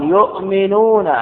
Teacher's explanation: يؤمنون همزة ساكنة أبدلت إلى واو · Term: الإبدال